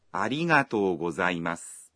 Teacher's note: When saying arigato, you say the vowel o in to one beat longer.